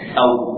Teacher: Nah, dalam membaca bacaan lin, ya, dalam mempraktikkan bacaan lin, kita harus ingat bahwa huruf wawu dan ya punya makhraj yang sudah kita pelajari bersama, yaitu huruf wawu di mana dua bibir, sehingga usahakan apa betul-betul huruf wawu ini nyata bersandar suaranya pada dua bibir au, bukan hanya sekedar au.